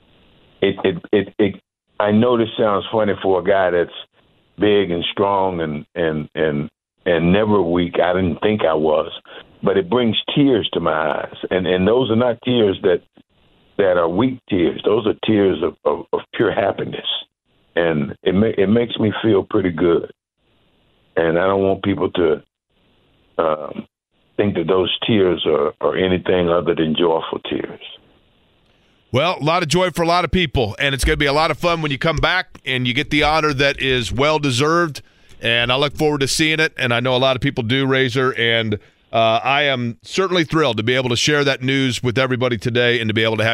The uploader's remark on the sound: take a couple phone calls